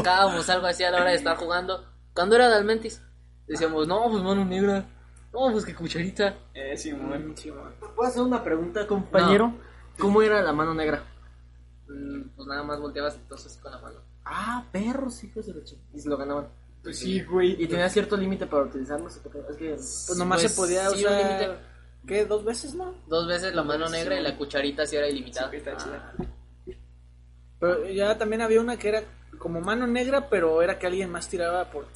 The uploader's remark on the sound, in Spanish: Lamentamos el sonido de fondo, prometemos mejorar el audio